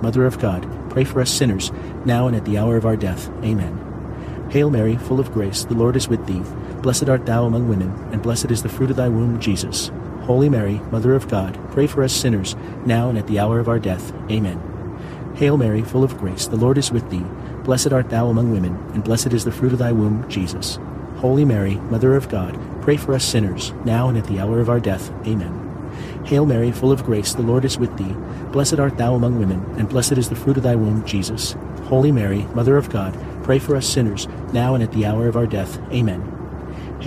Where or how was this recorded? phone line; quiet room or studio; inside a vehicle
inside a vehicle